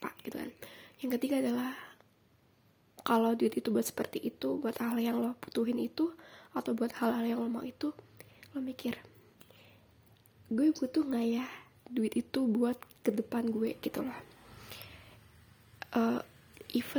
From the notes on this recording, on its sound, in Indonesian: suara grasa grusu di dalamnya